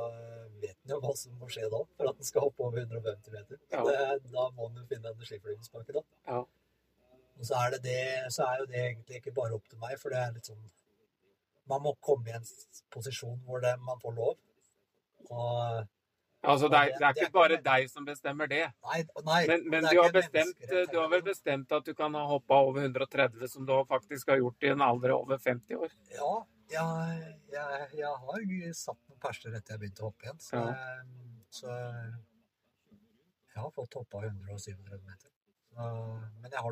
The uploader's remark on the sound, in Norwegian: Lyden på mikken kan være litt varierende fra forholdene inne i bobilen.